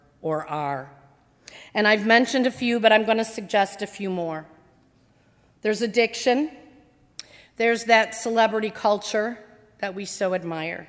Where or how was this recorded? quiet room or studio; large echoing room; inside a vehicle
large echoing room